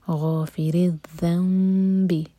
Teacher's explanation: ذن کے لیے زبان اوپر والے دانتوں کو ٹچ کرے گی اور تھوڑی سی ٹپ باہر ہوگی